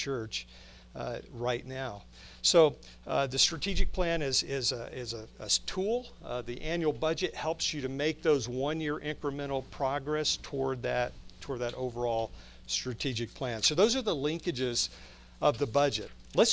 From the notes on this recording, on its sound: From the Spiritual Leadership Conference at Lancaster Baptist Church